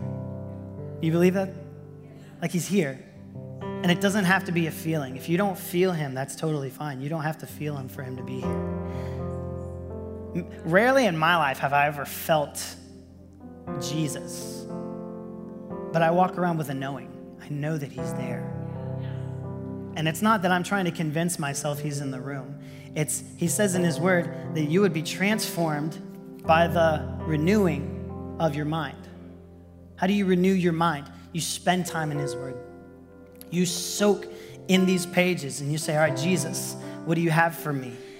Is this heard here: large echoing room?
yes